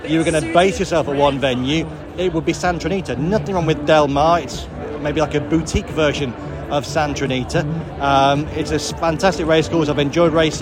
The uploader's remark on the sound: coming to you from Flemington once again